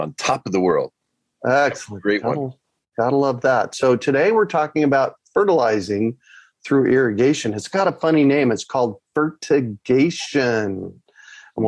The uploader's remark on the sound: A relaxed conversation in a Zoom room. They answer questions from the live listening audience.